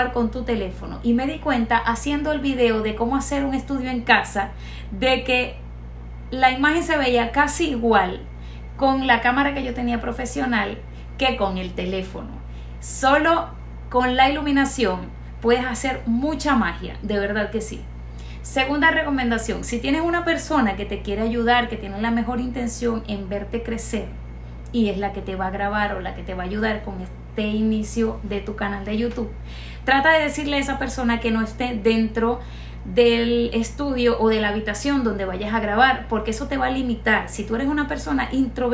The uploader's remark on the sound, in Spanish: Disculpen el ruido del fondo de mis hijas, no hubo manera, XD